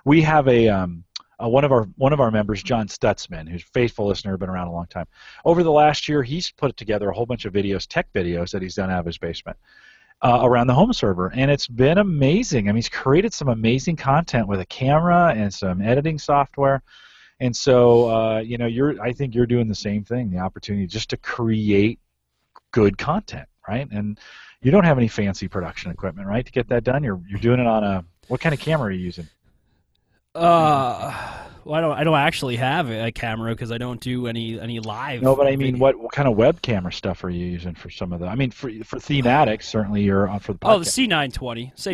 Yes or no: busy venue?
no